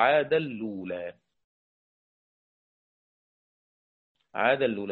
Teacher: عاد الأولى بإدغام نون التنوين في اللام مع النقل